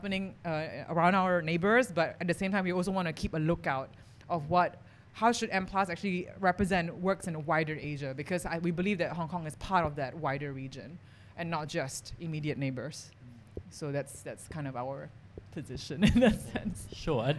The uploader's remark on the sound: Recorded before a live audience at the Lasvit Lounge in Hong Kong.